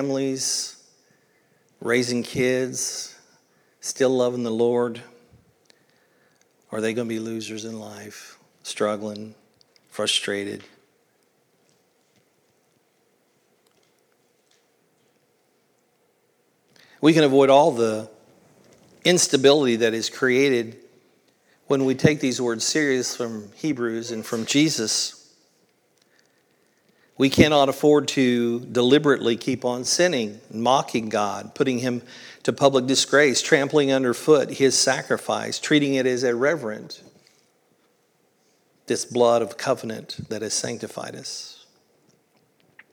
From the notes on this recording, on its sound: originally recorded at Palestine Church of Christ on June 4th, 2023.